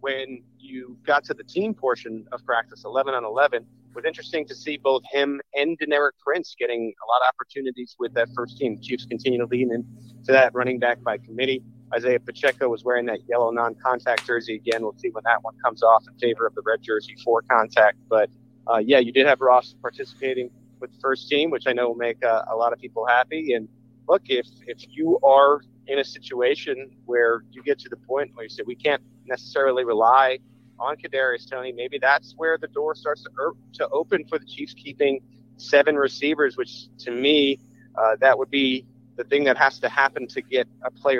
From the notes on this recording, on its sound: Live from day 1 of the Kansas City Chiefs full-team practice in St. Joseph, Missouri.